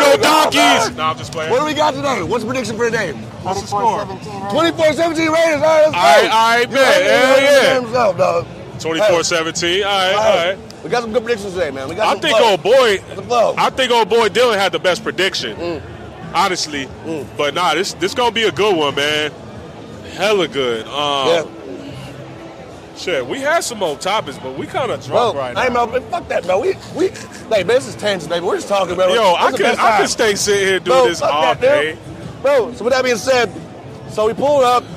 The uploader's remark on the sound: LIVE at the Broncos vs Raiders Game at Empower Field. We're recording live at the Broncos vs Raiders tailgate.